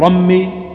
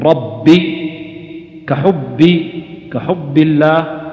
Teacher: ينبغي الحرص على الشدة والجهر الذي فيها، يعني في الباء وفي الجيم · Shown in: second take · يعني والشدة والجهر التي في الجيم، لأنك ما تتراخيت في هذه، في هاتين الصفتين انقلبت إلى ياء أو شين، انقلبت إلى ياء أو شين.